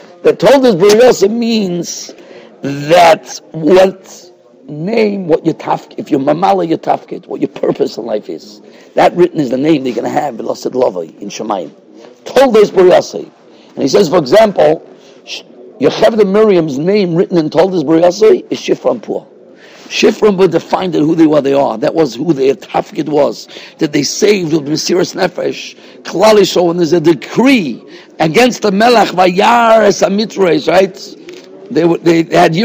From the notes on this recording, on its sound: Shiur recorded in Yeshivas Ohr Reuven, Monsey, NY.